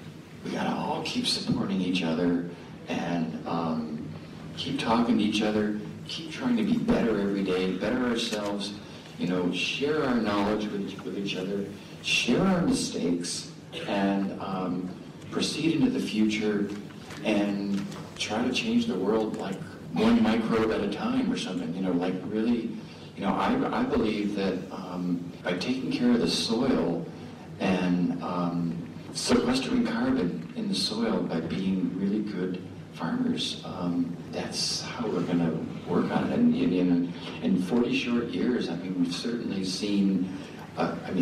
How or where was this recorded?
live audience